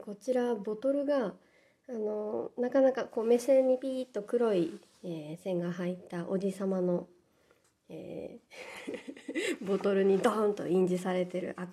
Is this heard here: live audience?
no